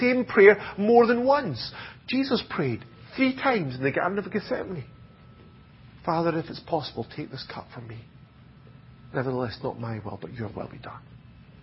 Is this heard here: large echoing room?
yes